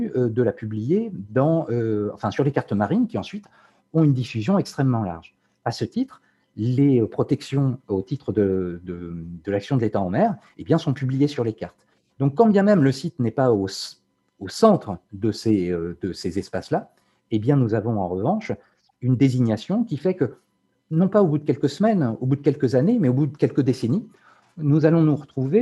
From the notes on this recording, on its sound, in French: Enregistré sur Zoom le 4 février 2021